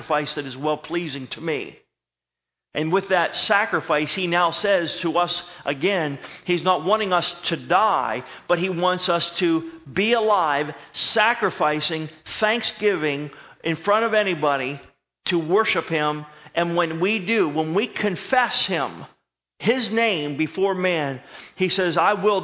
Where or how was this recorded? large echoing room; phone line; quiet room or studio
large echoing room